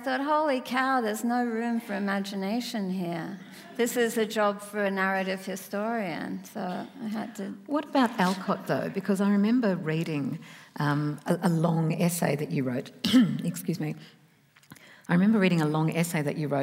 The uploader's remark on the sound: In this special event for Sydney Writers' Festival